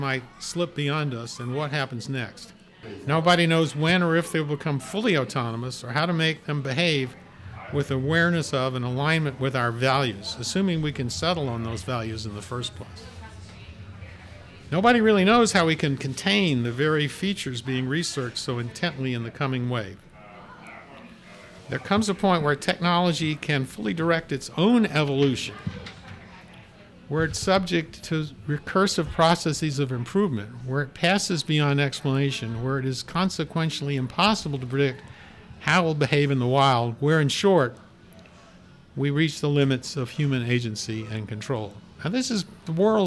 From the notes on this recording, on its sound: We recorded on the porch of Gebhard's Beer Culture Bar.